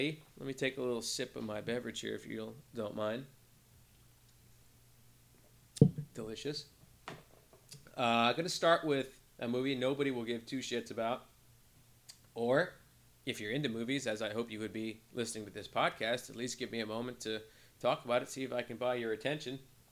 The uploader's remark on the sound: I apologize about the low volume of the podcast, my mic volume was set a little lower than usual for some reason